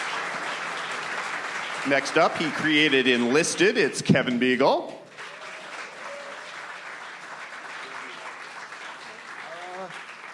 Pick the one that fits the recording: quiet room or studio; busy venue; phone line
busy venue